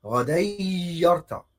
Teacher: النون بتاعت التنوين او النون الساكنه اصبحت حرف تاني اصبحت ياء